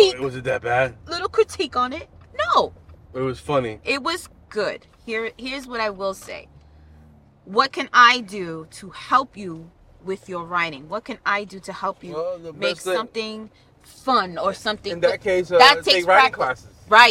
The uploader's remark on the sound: Where we have conversations about random topics while driving our children to school.